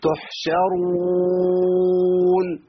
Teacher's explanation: عشان الراء المفخمة. التاء مرققة تو، الحاء مرققة تح، الشين مرققة تحشى، الراء مفخمة